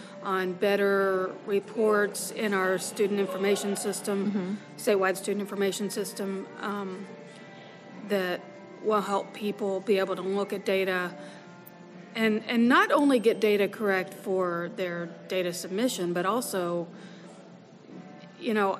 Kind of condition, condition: setting, busy venue